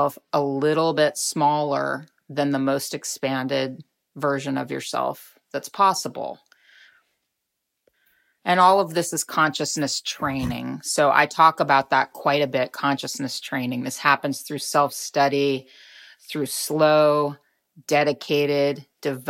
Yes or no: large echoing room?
no